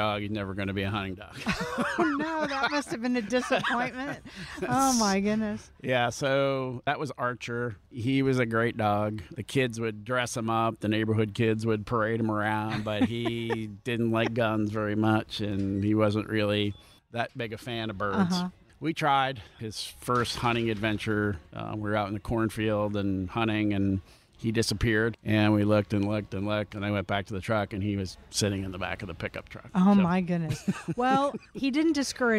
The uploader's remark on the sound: Recorded at Tusculum Brewing Company